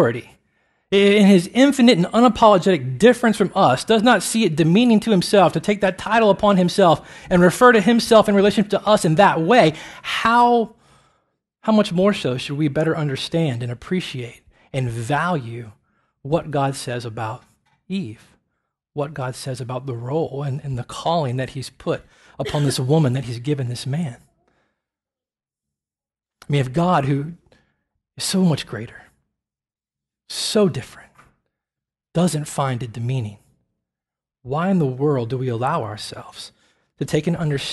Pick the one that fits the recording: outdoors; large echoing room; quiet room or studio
large echoing room